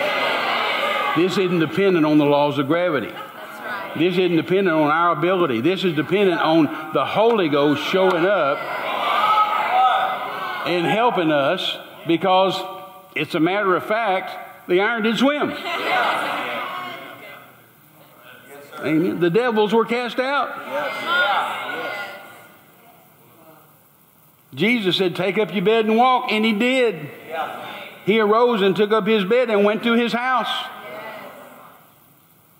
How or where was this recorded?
live audience